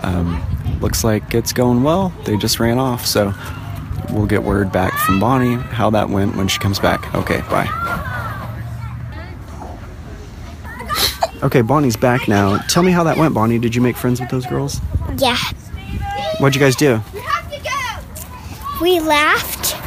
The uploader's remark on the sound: Today we are on location at the city park.